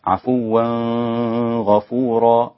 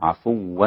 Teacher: أخفى التنوين في الغين الإمام أبو جعفر المدني · Shown in: first take